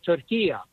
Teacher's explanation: At the end is a short A. It's not a long A.